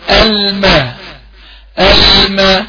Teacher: واحافظ على ترقيق الميم، لان الميم مرققة